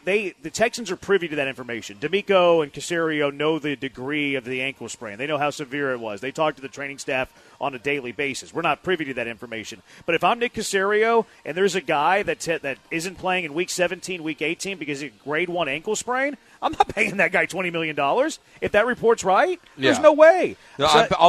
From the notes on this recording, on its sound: live from The Decoy